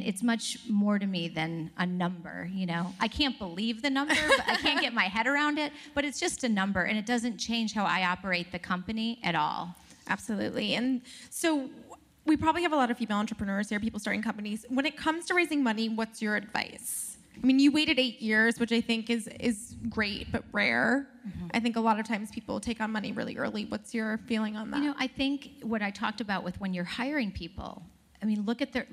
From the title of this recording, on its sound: Live from the WorkParty Tour